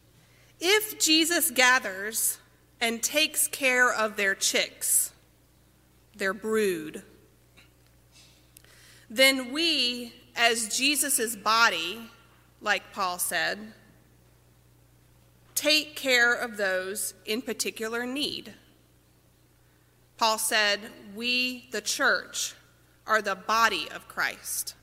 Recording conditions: large echoing room